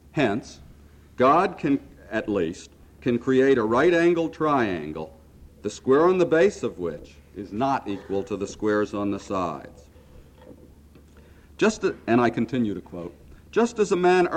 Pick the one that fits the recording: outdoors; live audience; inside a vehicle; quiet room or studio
live audience